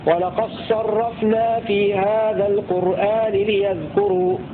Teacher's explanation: قرأ حمزة والكسائي بإسكان الذال وضم الكاف مخففة